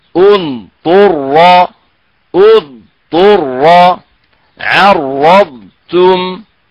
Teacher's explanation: صفات الاستطالة دورها يعني واضح انه يفصل بين الضاد الساكنة والحرف الذي بعدها، فلا قلقلة فيها ولا ادغام